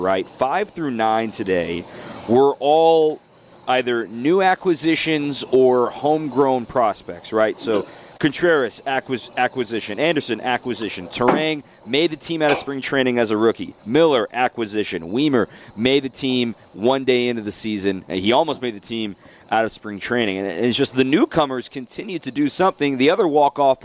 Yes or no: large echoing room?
no